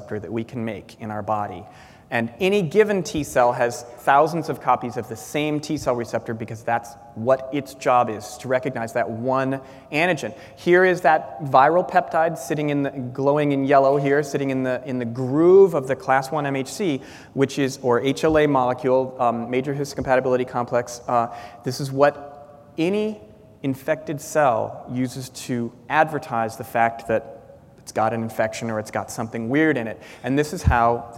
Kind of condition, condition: setting, large echoing room